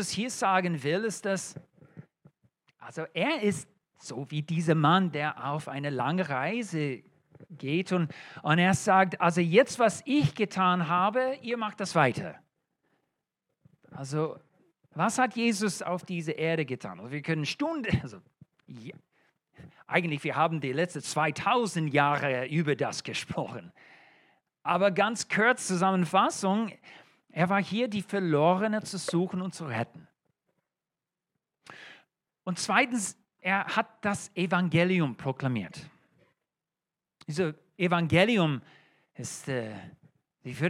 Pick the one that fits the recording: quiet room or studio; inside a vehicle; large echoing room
large echoing room